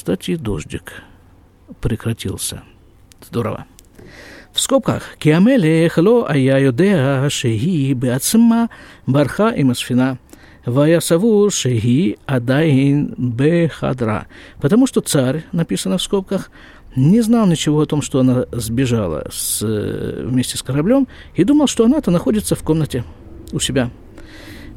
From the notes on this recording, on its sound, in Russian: Запись из сукки.